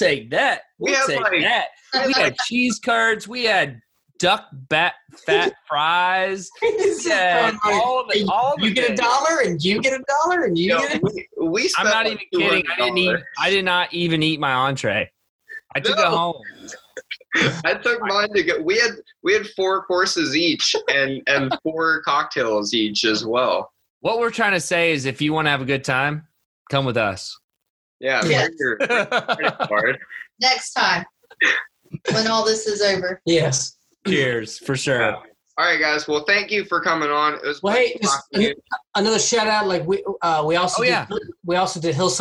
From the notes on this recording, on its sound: This episode is our last Zoom record, and we are excited to come to you from the studio next week!